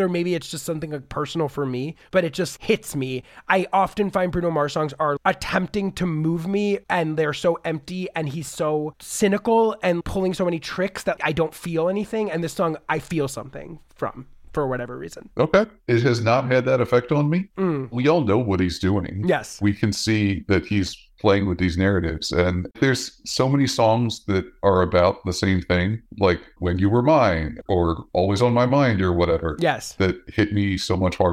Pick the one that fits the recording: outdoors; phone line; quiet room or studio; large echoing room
quiet room or studio